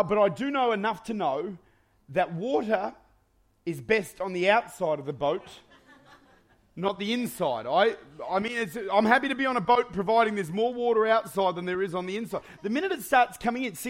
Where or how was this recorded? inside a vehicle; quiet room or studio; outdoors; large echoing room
large echoing room